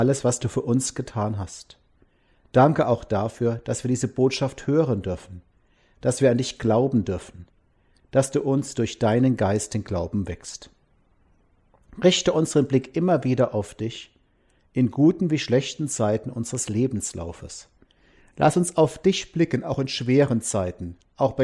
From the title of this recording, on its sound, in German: Gottesdienst am Palmsonntag 2021